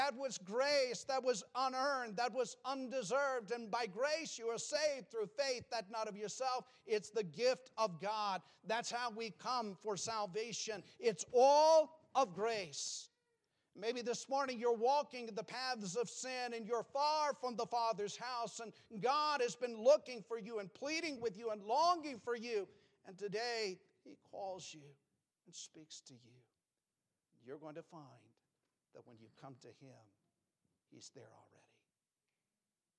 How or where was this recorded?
large echoing room